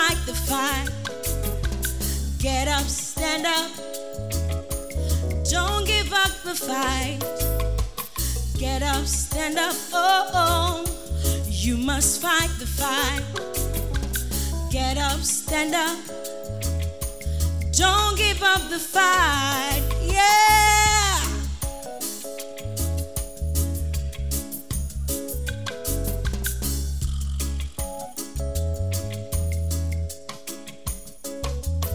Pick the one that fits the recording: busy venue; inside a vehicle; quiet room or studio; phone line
busy venue